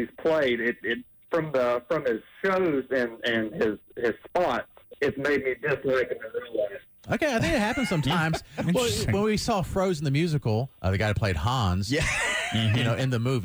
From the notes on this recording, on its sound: Listeners called in after the drop of the most hated celeb list.